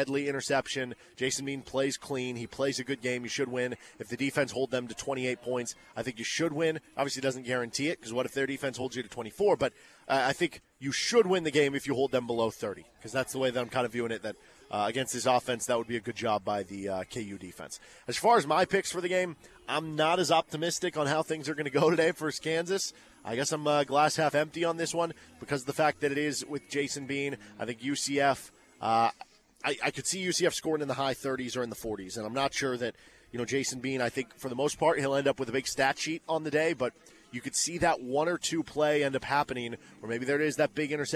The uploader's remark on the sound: live at Big Mill ahead of KU vs UCF football on 10/7/23